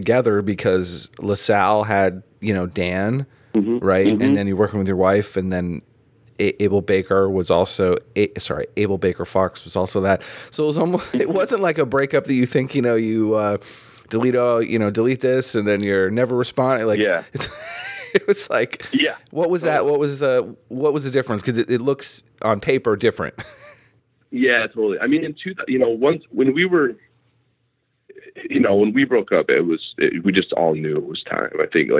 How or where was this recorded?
phone line